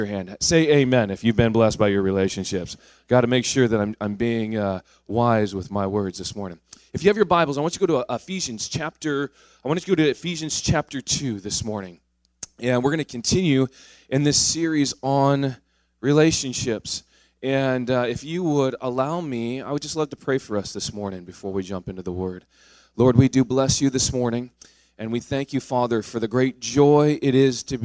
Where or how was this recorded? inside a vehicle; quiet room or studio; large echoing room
large echoing room